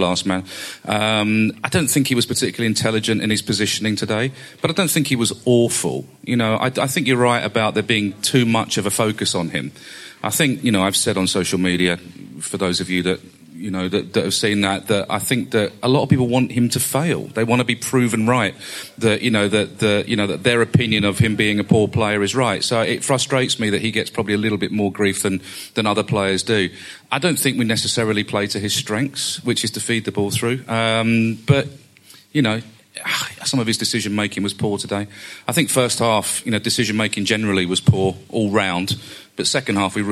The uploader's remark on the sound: This week we bring you the show LIVE from The Atlas pub in London!